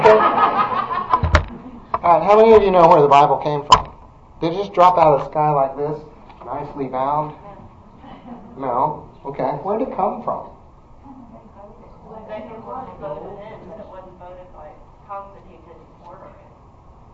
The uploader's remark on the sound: This podcast is a recording of a Wednesday night adult Christian education class. First Presbyterian Church in Edmond, Oklahoma.